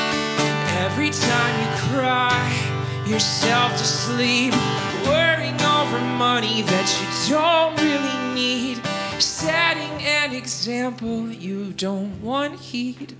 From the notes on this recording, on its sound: Recorded live at Late at the Lake, at Mozart's Coffee Roasters in Austin, Texas on Tuesday, April 18th, 2023, inside The Loft.